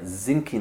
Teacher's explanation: I know that this is common amongst Germans. They pronounce the TH sound kind of like a S or even sometimes a Z sound